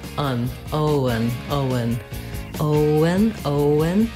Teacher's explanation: Make sure you hold the O nice and long. And then the letters E-N say the schwa sound, and the N, un, Owen. So it just happens naturally as I move from O to un, Owen, that the W comes in, Owen.